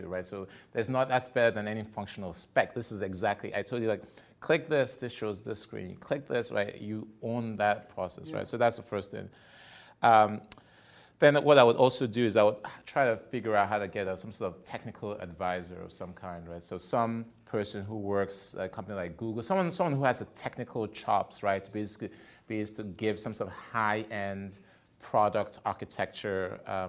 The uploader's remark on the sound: our live podcast recording